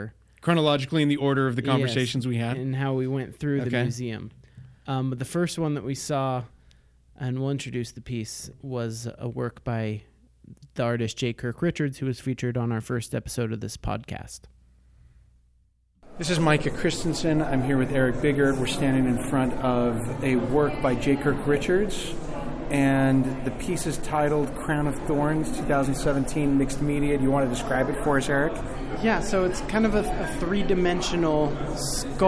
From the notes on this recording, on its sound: Were fortunate to attend the opening of the 93rd Spring Salon. Live from the Springville Museum of Art.